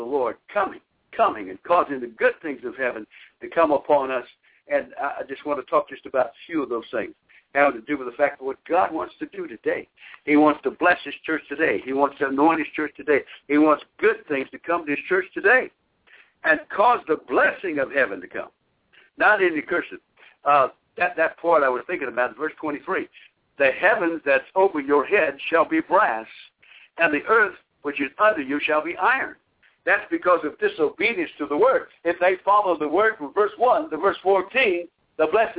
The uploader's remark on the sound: via conference call